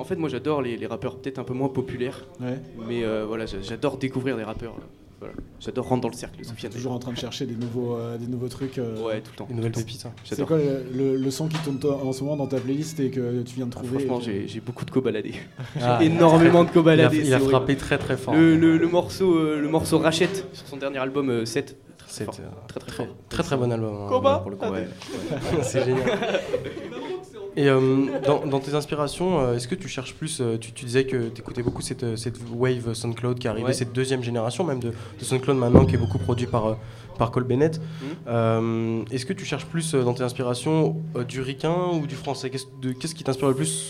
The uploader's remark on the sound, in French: Soirée lancement de TTU au Diplo.